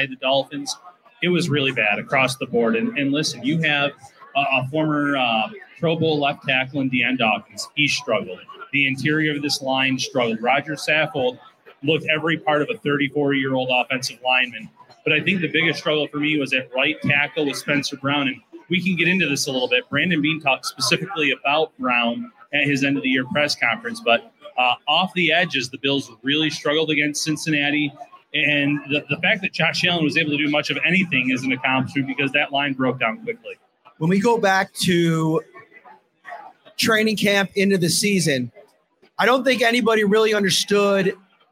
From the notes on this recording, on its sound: Live show from Wingnutz. Live from Wingnutz at 700 Military Rd.